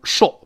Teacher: 英国呢是标准的 o 撅嘴音，读成 shop。，shop。美国人觉得撅嘴费劲，很懒吗？有哦，有一点像啊，但还没有变成啊的是这个，这个程度，都能，shop。shop，但也不能读成 shop。shop 这个不行，那这个哦，你看了吗？听三则课程，同学都知道，有的是完全变成啊，你像热天那个热，it's veryhot，真的变成啊了，但有一些没有变成完整的啊它是介乎于哦和啊之间的，这个商店就是个例子。shop，shop，它既不是 shop，也不是 shop，是 shop， shop 这么一个声音。还有像狗， it's mydog， it's mydog，dog，它既不是 dog，也不是 dog，而是 dog，dog，哎。所以这个哦究竟是变成哪一个声音？这个别自己瞎猜，啊，我们问一问字典。大家